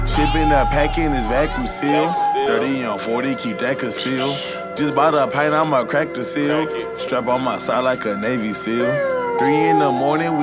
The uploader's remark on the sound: Live from the Eureka Heights taproom